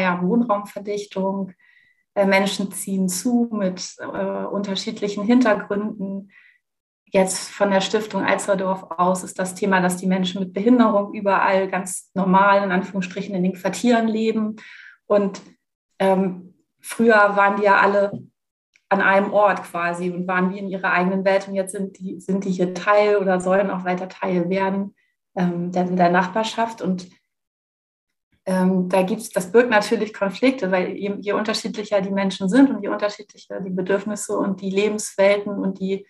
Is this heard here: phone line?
no